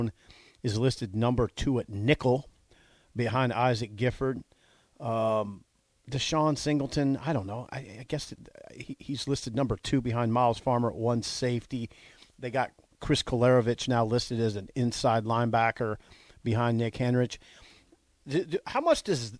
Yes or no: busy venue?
no